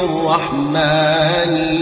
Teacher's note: والراء صل تشديده عن أن يرى متكررا كالراء في الرحمن